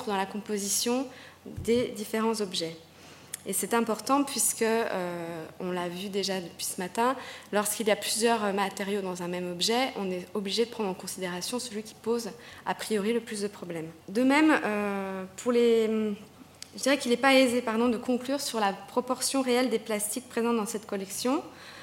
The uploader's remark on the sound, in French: Enregistrée le 16 décembre 2011 dans le cadre du colloque « Conserver, restaurer et exposer les collections de jouets ».